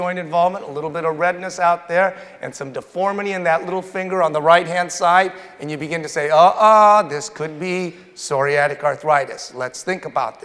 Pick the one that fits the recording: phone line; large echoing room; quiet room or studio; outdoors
large echoing room